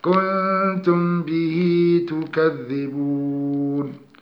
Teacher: نخفي الميم الساكنة عند الباء ونغنها قدر حركتين من غير إطباق الشفتين · Term: الإخفاء الشفوي